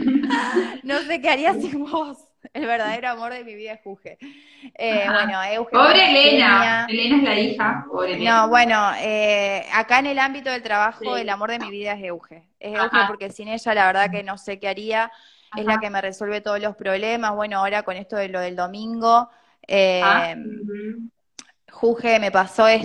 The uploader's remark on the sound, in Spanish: nos acompaña en la sesión de Instagram Live